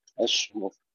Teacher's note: الهاء ننتبه أن نظهرها بعد الشين الساكنة حتى لا تضيع في تفشي الشين